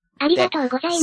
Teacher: すが消えちゃうんですよね · Term: 無声音